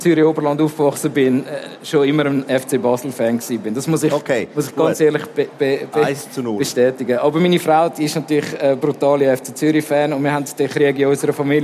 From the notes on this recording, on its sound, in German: im Live-Podcast an der Igeho